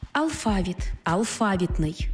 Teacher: Наголос у слові «алфавіт» на другому складі основний у нашій мові, бо збігається з грецьким «алфавітон», від якого й походить українська лексема.